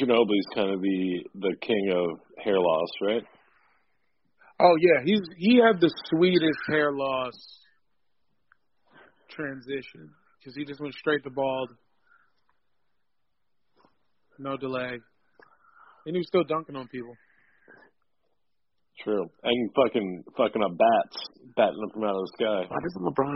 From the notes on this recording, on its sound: hop on the phone